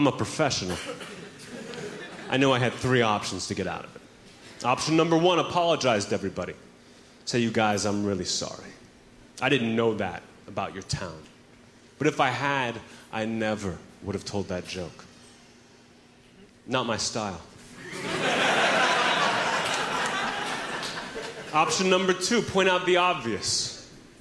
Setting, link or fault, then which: setting, live audience